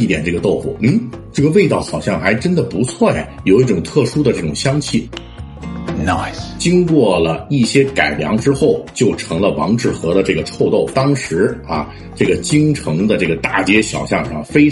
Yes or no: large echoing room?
no